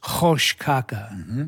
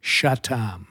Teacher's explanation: In Yazidi dialect, they don't use the ch sound; it's the sh sound · Shown in: second take · like "shatam" for Satan.